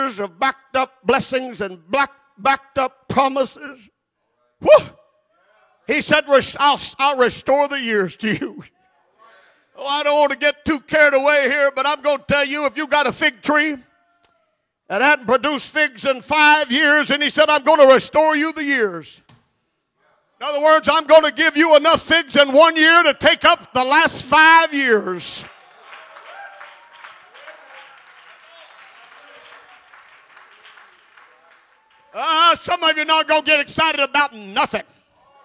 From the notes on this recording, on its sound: at Jeanerette Bible Conference, Calvary Pentecostal Church, Jeanerette, LA